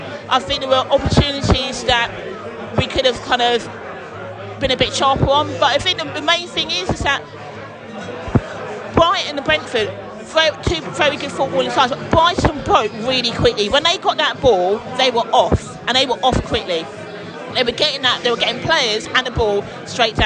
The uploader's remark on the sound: Post-Match Podcast from The Stands. We spoke to Bees fans and Brighton fans in the stands and the pub after the match.